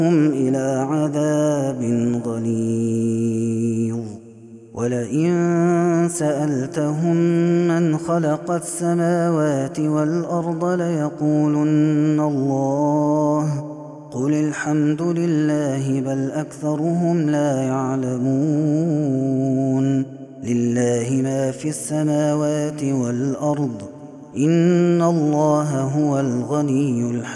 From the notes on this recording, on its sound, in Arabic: هذا التسجيل من صلاة التراويح